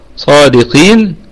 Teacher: الصاد مفتوحة وبعدها ألف في أعلى درجات التفخيم. تمام، وفيها مد طبيعي وصلا ووقفا لأنها في وسط الكلمة، والدال قلقلة نسبية، صادقين.